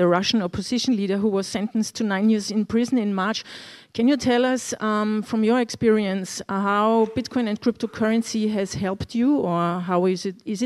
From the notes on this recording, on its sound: recorded at the 2022 Oslo Freedom Forum